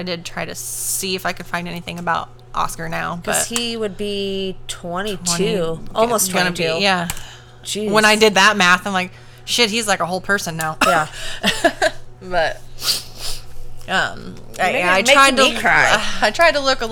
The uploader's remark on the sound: Please forgive the AC fan sound.